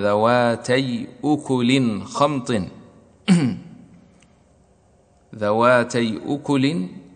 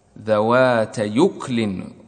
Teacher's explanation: تنقل حركة الهمزة إلى الياء قبلها وتحذف الهمز · Shown in: second take